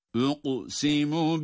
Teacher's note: kaf, galgala harfi ve kalın okunuyor